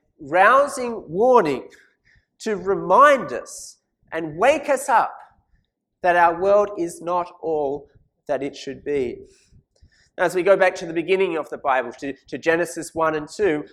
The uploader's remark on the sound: This sermon was preached at St Mary's Cathedral, KL on 12th November 2017.